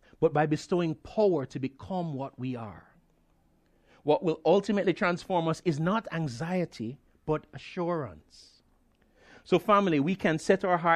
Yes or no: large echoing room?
yes